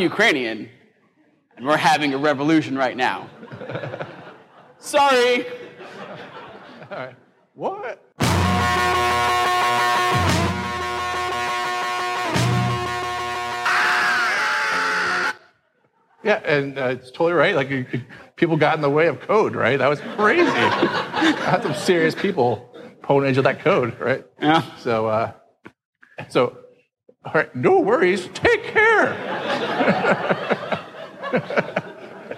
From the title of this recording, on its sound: Live at SXSW